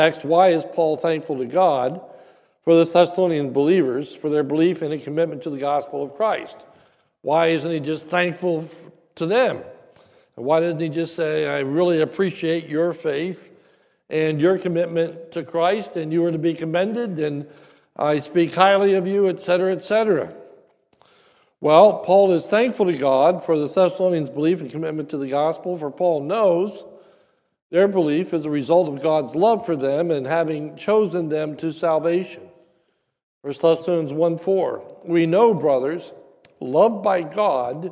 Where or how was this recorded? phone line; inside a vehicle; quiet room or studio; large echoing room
large echoing room